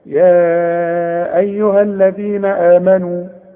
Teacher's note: عشان بيقول لك بعدها همز، وكل مد بعده همز بنمد أربع حركات · Term: مد منفصل